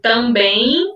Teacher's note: o M no final de também, ele, na verdade, o som dele é IN